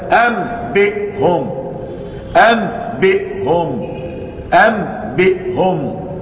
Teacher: تلصق الشفتان في الباء والميم. فإنك إذا قلبت النون ميما قلت أم بدل أن، أم بدل أن، لصقت الشفتين.